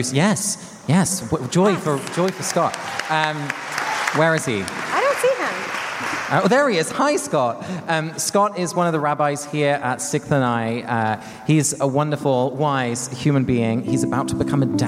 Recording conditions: live audience